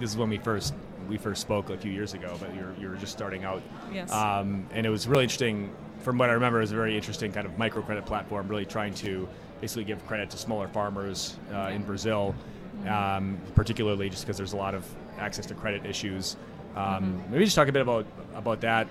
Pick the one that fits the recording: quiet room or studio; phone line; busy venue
busy venue